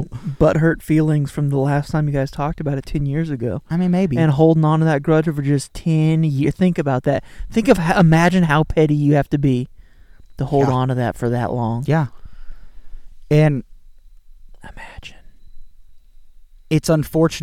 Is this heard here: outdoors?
yes